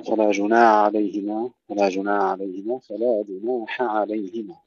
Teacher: فصل الحاء عن العين